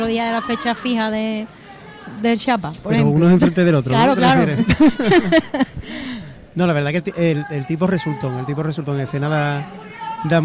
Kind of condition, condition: setting, live audience